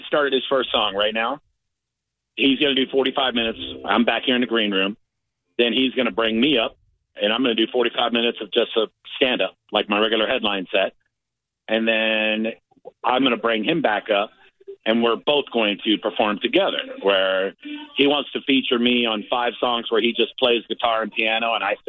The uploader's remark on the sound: calls in from LKLD LIVE